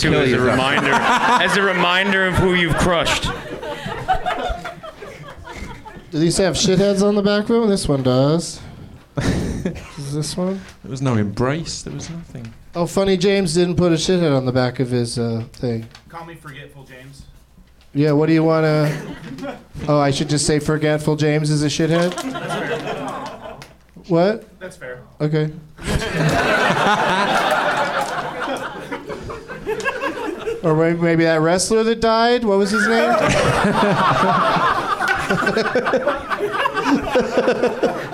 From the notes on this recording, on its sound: Live from the NerdMelt Showroom in LA